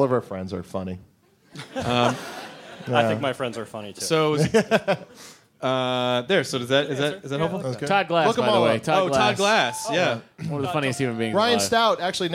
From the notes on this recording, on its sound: Live in Northampton, Massachusetts at the intimate and legendary "Iron Horse"!